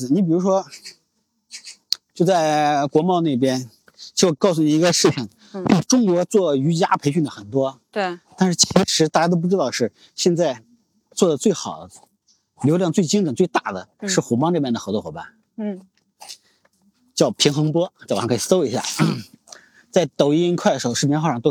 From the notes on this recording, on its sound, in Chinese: 这期的声音是在清晨的北京公园录制的